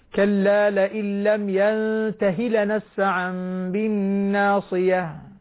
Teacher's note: اخطف الكسرة التي على الهاء خطفا